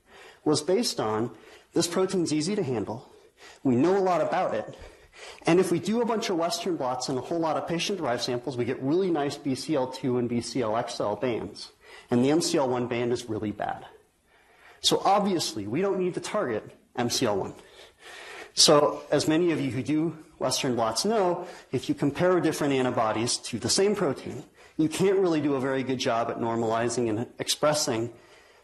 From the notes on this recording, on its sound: Norris Cotton Cancer Center Grand Rounds presented on May 15, 2018